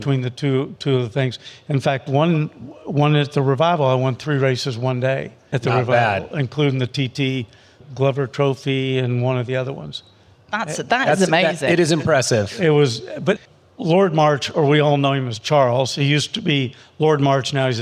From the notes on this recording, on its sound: Take TCC on the road to the 2023 Pebble Beach Concours d'Elegance for an episode recorded in front of a live audience.